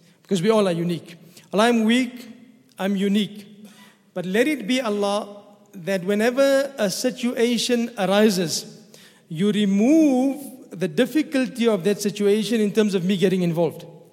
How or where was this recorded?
large echoing room